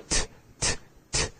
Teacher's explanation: the T sound is what they call a dental sound because you're using your teeth